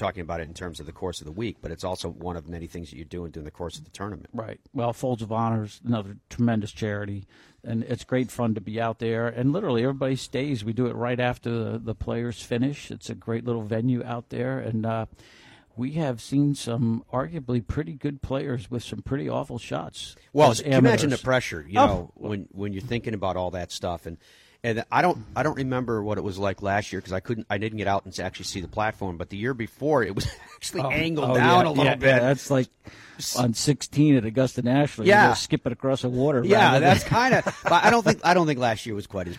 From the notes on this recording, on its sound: broadcasts live from Sea Island at the RSM Classic